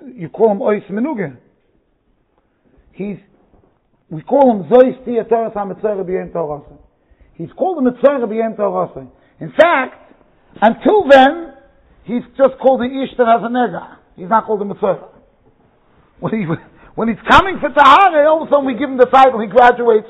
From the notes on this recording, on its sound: Shiur recorded in Yeshivas Ohr Reuven, Monsey NY.